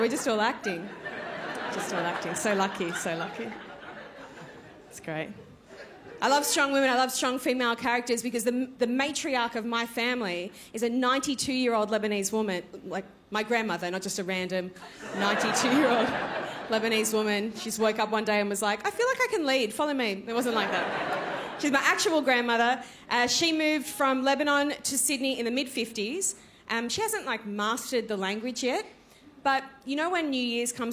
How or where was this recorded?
busy venue